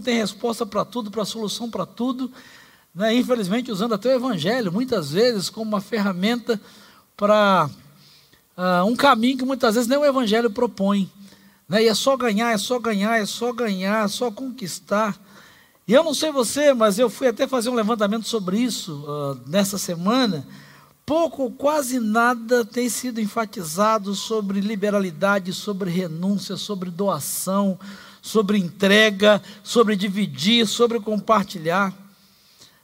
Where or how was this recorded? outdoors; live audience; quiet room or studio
live audience